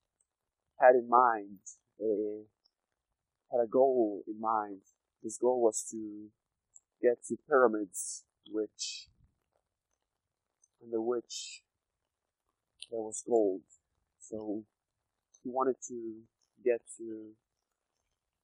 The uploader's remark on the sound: It is recorded while I am walking in the rain. The noise of the rain was removed.